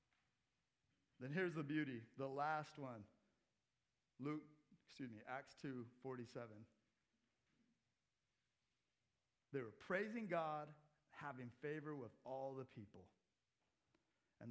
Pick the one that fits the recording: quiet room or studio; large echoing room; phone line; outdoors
large echoing room